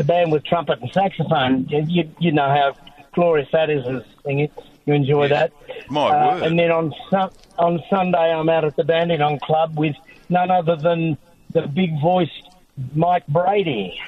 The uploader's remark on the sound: A special guest called in on 3AW Nights!